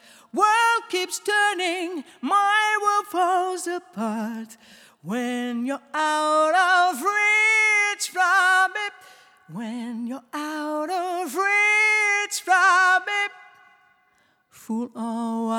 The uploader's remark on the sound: Recorded in front of a live audience at Glasgow Women’s Library.